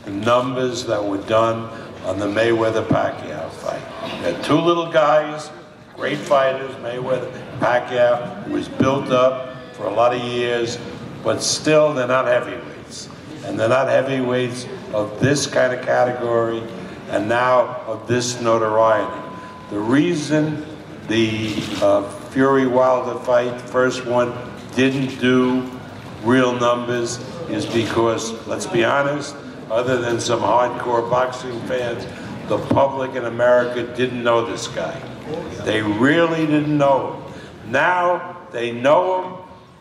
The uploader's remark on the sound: Full Post fight press conference (Las Vegas)